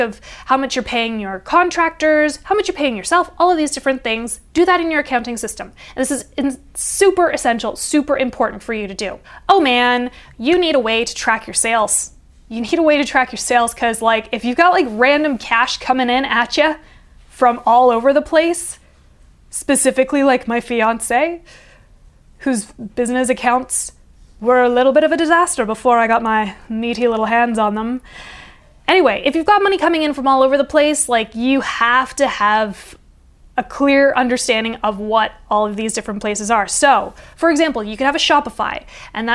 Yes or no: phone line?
no